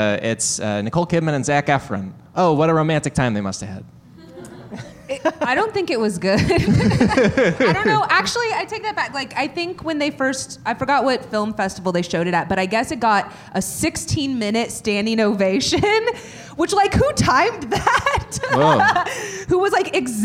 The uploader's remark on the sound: LIVE at UCB Sunset